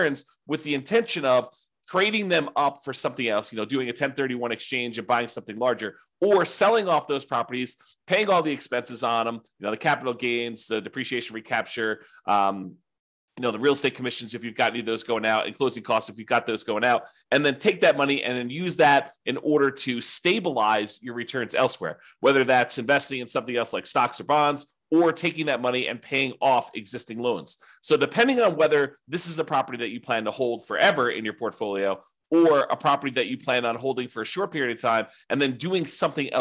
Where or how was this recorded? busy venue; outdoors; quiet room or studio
quiet room or studio